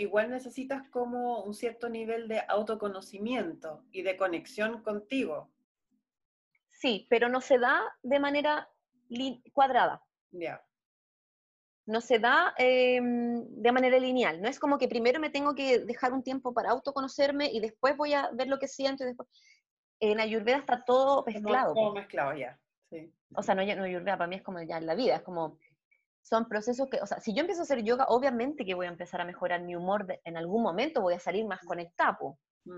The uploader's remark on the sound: Zoom Session 01